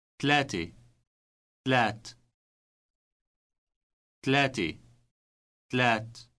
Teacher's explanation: Note how the A ending has been dropped.